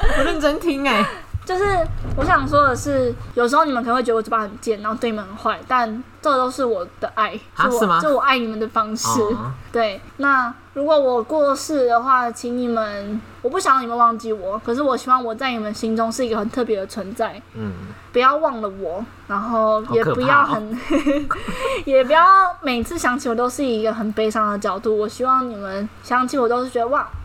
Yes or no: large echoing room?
no